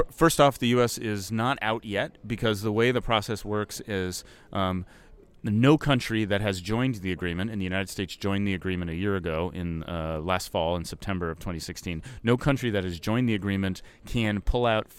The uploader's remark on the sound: We record live from COP 23 in Bonn, Germany where the other 195 countries have gathered to figure out how to save the world.